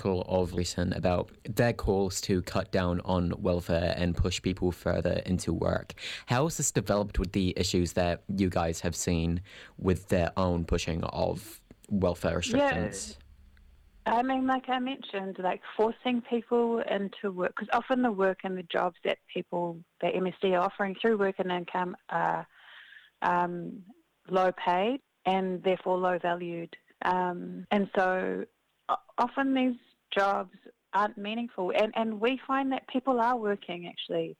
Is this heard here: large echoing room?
no